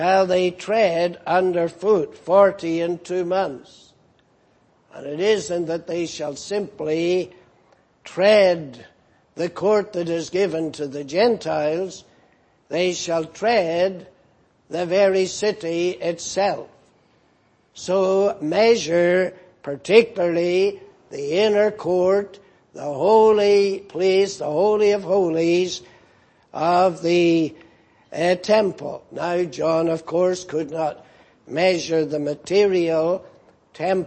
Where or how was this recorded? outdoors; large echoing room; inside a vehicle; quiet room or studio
large echoing room